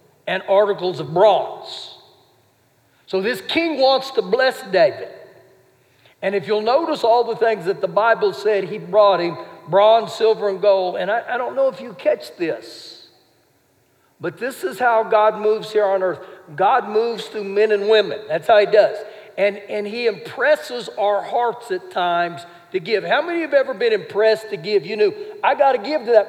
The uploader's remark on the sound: Recorded live during our Wednesday night service